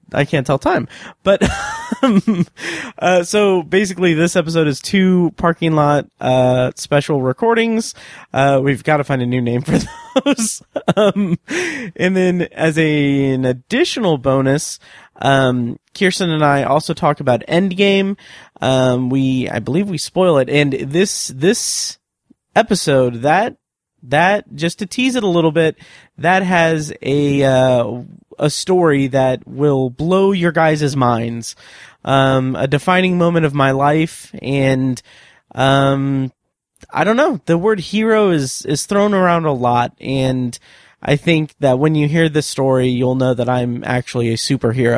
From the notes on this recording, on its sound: Review Long Shot in my car after a screening.